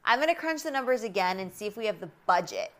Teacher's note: The emphasis here is on budget.